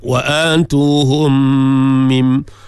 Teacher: Dengung. Idgham mislain mim mati bertemu dengan mim. Mimma lillah idgham juga, idgham ma'al gunnah di situ.